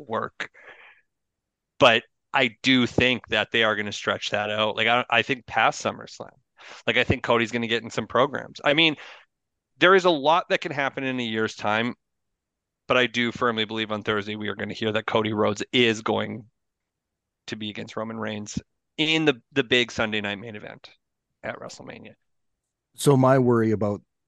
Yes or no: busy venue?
no